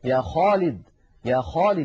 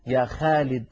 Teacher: العرب كانت إذا نطقت حرف الخاء فخمته · Shown in: first take · لأنه هذه الصفة الثالثة التي فيه حرف مستعل، يعني من حروف الاستعلاء السبعة، من خص ضغط قض، فهو حرف عند نطقه يتجه ضغطه إلى قبة الحنك، إلى سقف الحلق.